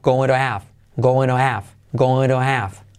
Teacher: Puedes también saltar la H de have